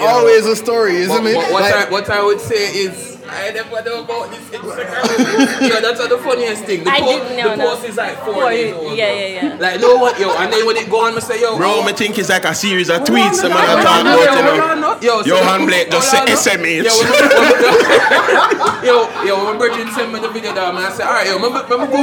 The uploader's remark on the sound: Season 4 Premiere LIVE! For our first time we're live at Marianna's Kitchen.